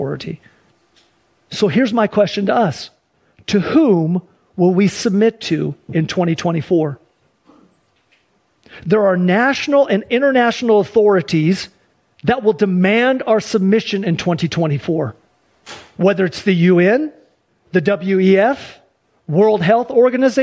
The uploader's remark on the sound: Sunday church service livestream